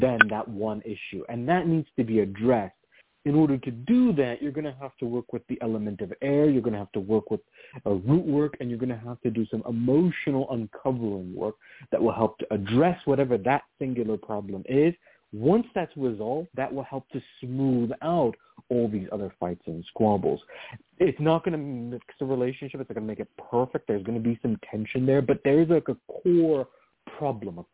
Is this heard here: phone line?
yes